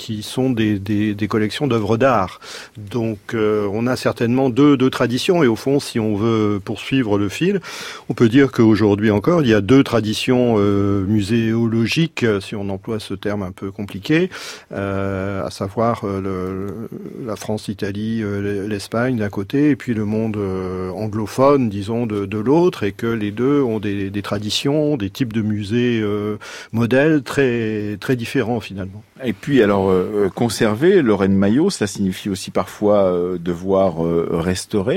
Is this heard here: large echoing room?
no